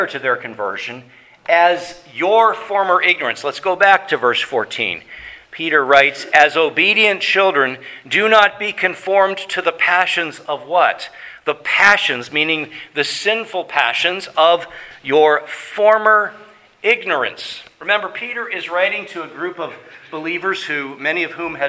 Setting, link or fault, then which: setting, large echoing room